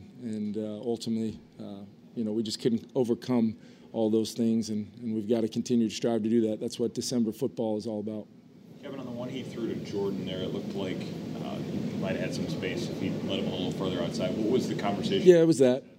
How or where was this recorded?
busy venue